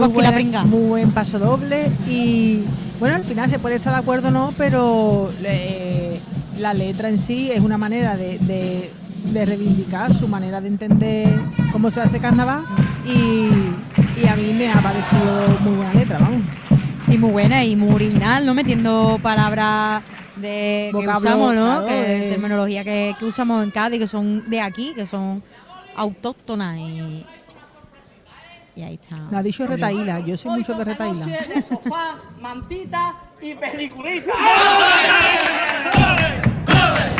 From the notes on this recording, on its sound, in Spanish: En directo desde el Gran Teatro Falla de Cádiz. En Onda Cero Cádiz.